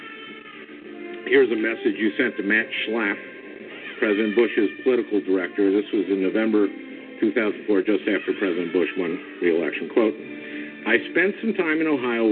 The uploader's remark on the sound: Your phone calls.